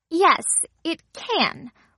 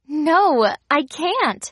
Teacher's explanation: In short answers and negative contractions, the vowel A is strong. It's pronounced fully.